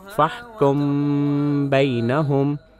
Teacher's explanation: مثال کے طور پر اس آیت میں ایک میم ساکن ہے جس پر کوئی علامت یا اعراب نہیں ہے اور اس کے بعد حرف با ہے، پس اگر یہ دو کلمات پڑھنے ہوں تو یہ اسے فحکم بینہم پڑھا جائے گا۔ ایسے میں میں نے اپنی ناک کے ذریعے ایک ہلکی ناک کی آواز نکالی جو حرف با کے تلفظ کے لیے تیار تھی اور اسے دو گنتی کے برابر کھینچا